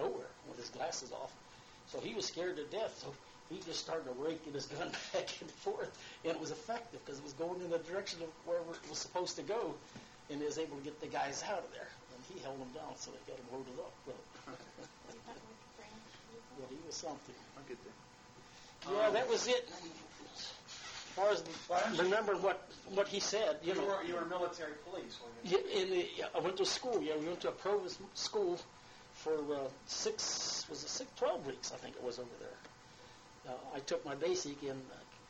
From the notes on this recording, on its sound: This interview was recorded on a cassette tape and done as part of a college research paper with scripted questions. I have saved the tape and moved the audio to my computer to share with you all. The audio quality is not flashy.